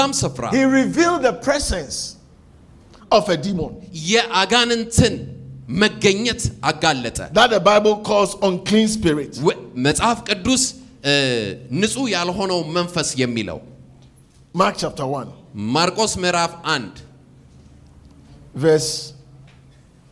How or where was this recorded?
large echoing room